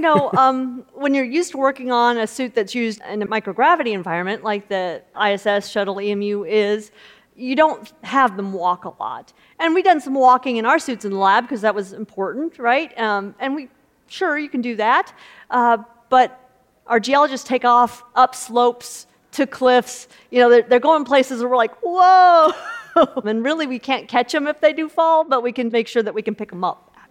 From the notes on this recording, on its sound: In this conversation from the Future of Everything festival in May